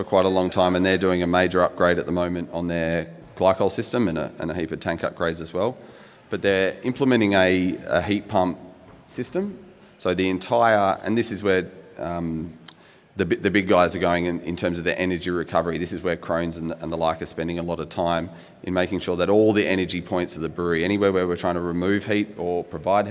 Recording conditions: busy venue